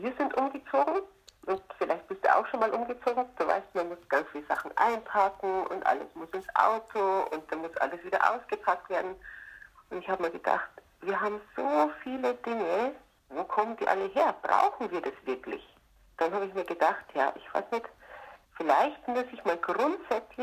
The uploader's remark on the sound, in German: per Telefon interviewen